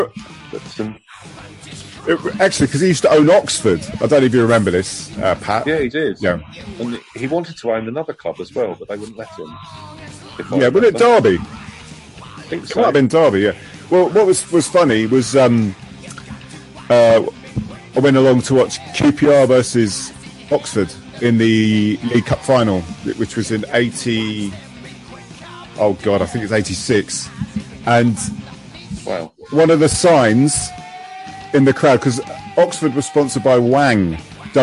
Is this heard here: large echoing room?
no